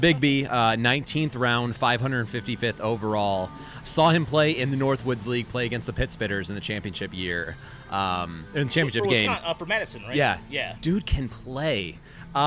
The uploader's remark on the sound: The Podcastellanos is live at Mootz Pizzeria + Bar in beautiful downtown Detroit!